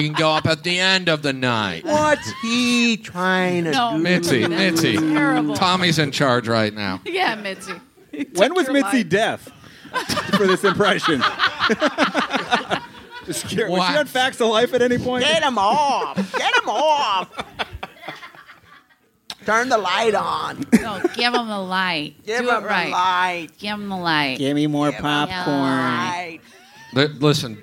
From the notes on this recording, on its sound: LIVE FROM THE COMEDY STORE.